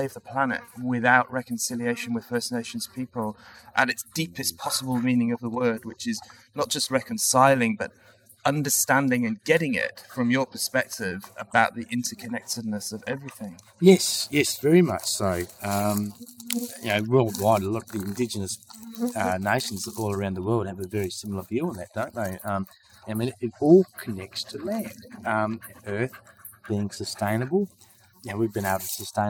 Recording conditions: wind noise